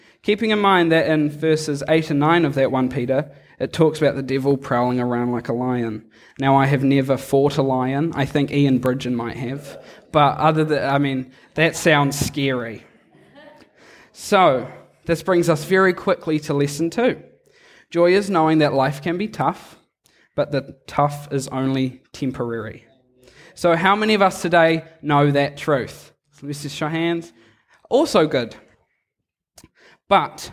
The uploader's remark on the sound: Recorded live on Sunday morning, 17 July 2002 at Harvest Life Church, Blenheim, New Zealand.